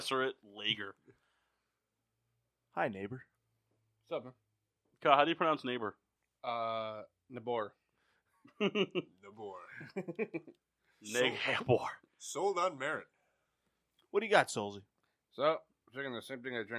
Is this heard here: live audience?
no